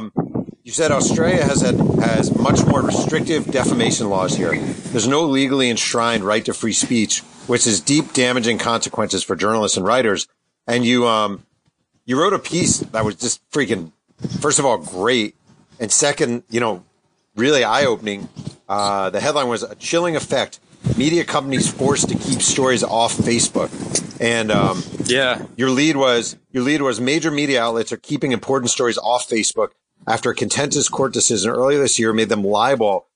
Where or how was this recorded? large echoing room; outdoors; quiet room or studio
outdoors